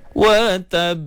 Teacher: Bila habis dalam pembacaan huruf qalqalah, kita perlu lantunkan huruf tersebut. Lantun dengan suara tapi bukan dengan nafas